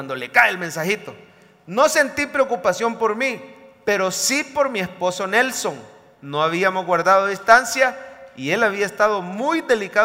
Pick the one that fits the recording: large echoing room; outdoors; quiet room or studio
large echoing room